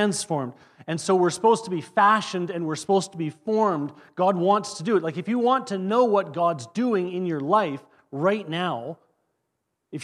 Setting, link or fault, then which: setting, large echoing room